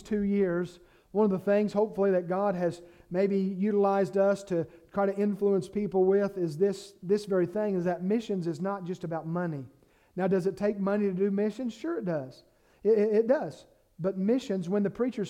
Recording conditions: large echoing room